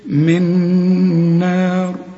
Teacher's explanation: النون اللي بقول لك استعمل فيها لسانك اهي، من نار، الضغام كامل بغنى هنا، شوف من نار، والنون هنا مرققة، والمد بتاعها كمان مرقق، والراء حنقف عليها مفخمة